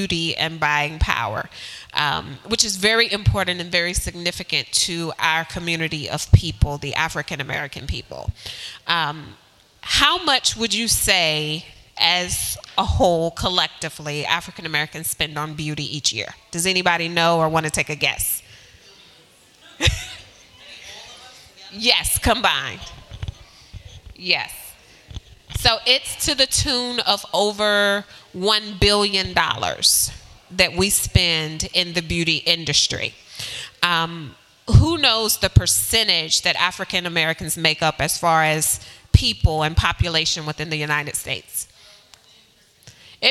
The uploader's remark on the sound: This episode was recorded with a live audience at NC Nonprofit, Real Glow Getters' Glow Get It Festival in Greensboro, NC.